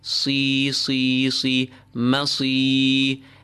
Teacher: Ma, sad, even though it has a kasra, it is still as full as can be. But do not focus on too much lips. · We extend the kasra into the ya. You can pull it its normal double vowel length, or double that length, four harakat, four vowels, or six, and you end on the ra that is completely empty.